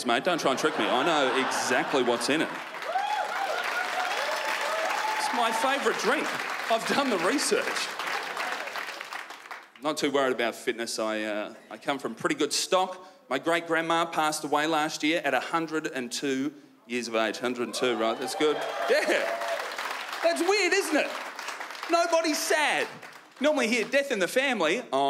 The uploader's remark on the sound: stand up from the Just For Laughs Festival in 2016